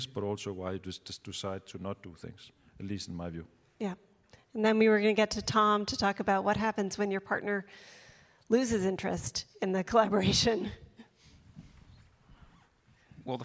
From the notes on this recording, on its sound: This session recorded at CMO Summit 2022